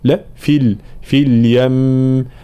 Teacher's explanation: الوقف على كلمة في اليم يكون الوقف بالغنة الكاملة لأن الميم مشددة